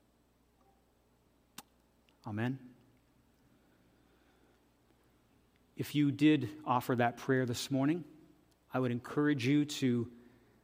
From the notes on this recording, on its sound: This audio is taken from the October 29, 2023 worship service at FBC Charlottetown.